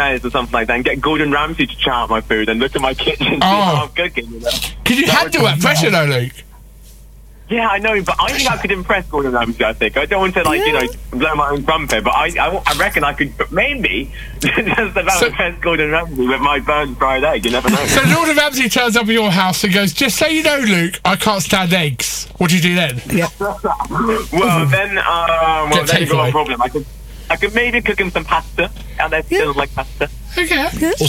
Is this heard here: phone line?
yes